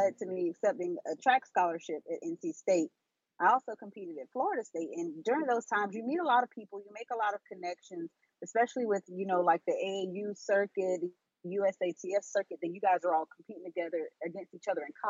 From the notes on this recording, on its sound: This episode was recorded via Google Chat.